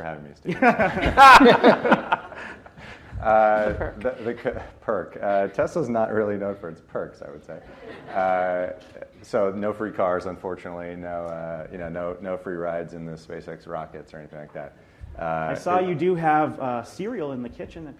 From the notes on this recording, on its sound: In this week’s podcast, we’re live at Greentech Media’s Solar Market Insight conference.